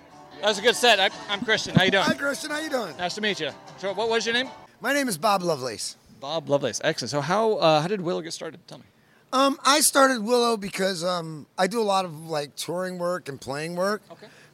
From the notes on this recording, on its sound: We are sharing some micro interviews from the West Seattle Beer and Music Festival. West Seattle Beer & Music Festival - LIVE. We are sharing some micro interviews from the West Seattle Beer and Music Festival. The West Seattle Beer and Music Festival is a unique event at the Alki Masonic Center featuring 20 brewers.